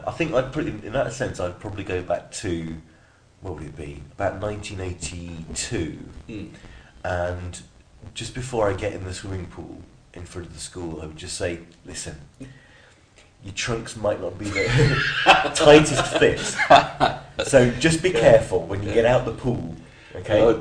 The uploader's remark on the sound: Apologies for the sound quality in this one